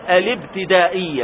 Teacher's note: الاب بدون همزة تماما من اللام إلى الباء مباشرة · Term: همزة الوصل